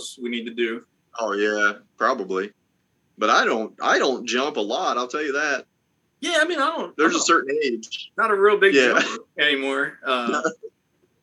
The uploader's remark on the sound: Snow, Ice and That C-vid could not keep us away for another week! Well, it did but we came together via zoom to bring you a new episode full of dumb stuff.